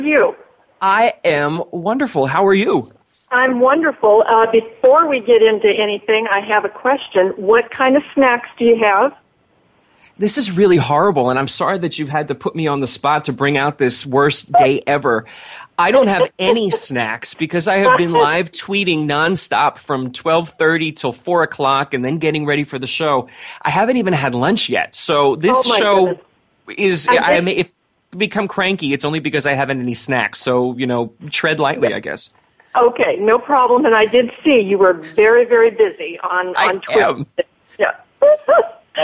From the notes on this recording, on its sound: An hour of fan calls. On the Voice America Talk Radio Network.